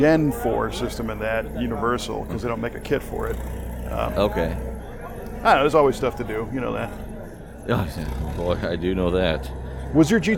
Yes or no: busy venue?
yes